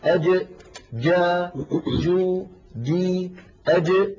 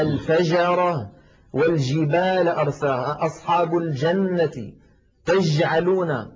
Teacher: هذه جيم عامية وليست فصيحة، مخرجها صحيح ولكن فاتها صفة من صفات الجيم الفصيحة وهي انحباس الصوت أي صفة الشدة · Shown in: second take